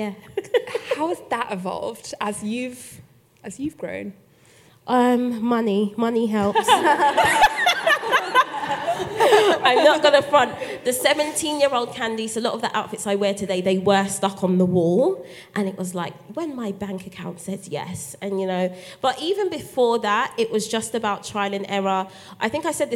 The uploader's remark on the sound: The recording took place on International Women's Day at George's FENOMENAL festival. For their first ever live episode!